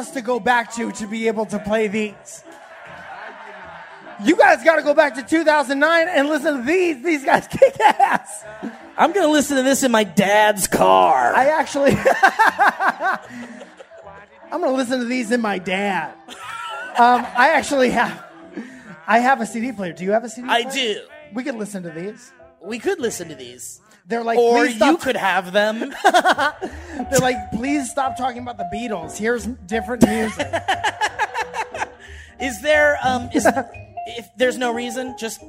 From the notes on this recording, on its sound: LIVE! From The Crystal Ballroom in Boston! To perform LIVE in Boston Massachusetts, at the Crystal Ballroom!